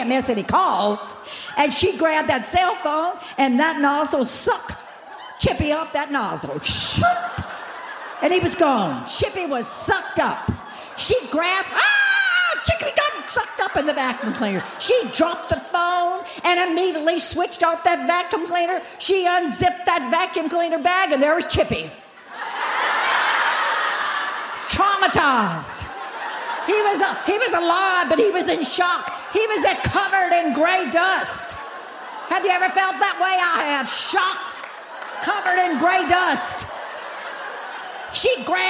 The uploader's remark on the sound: General Session, Flourish 2023